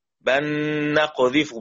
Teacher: بتشديد النون لأن هتبقى نون مشددة، النون حكمها الغنة